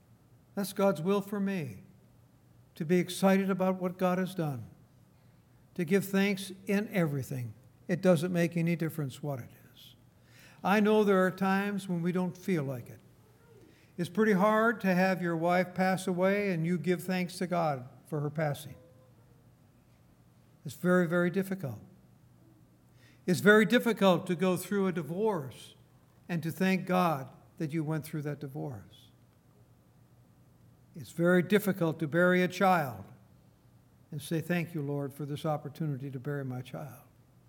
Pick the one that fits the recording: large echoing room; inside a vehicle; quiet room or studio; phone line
large echoing room